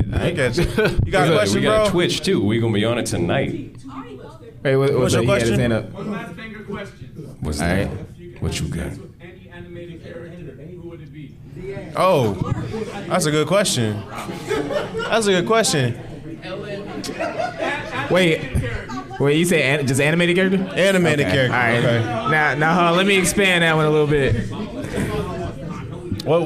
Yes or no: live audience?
yes